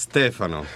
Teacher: So, in Italy it's Stefano because the accent is on the first syllable